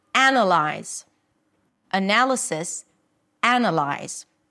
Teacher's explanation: the primary stress falls on analyze, the first syllable, analyze. · IPA: ˈænəlaɪz